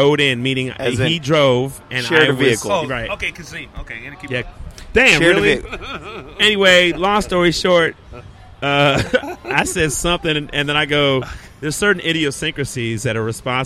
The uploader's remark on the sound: On location at WareHouse Live, Houston Texas on November 4th, 2014.